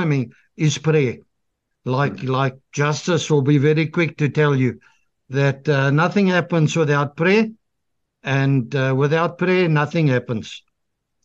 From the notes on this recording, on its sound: The Transformation Table Zoom Meeting 14 September 2023